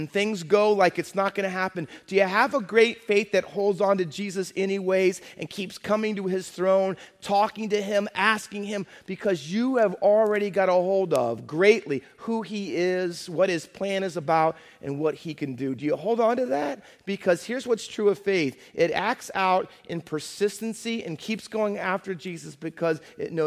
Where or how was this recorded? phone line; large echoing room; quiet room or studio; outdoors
large echoing room